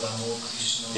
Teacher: Bengali is practically speaking, you don't pronounce A, but always the O. · Term: sweet Bengali pronunciation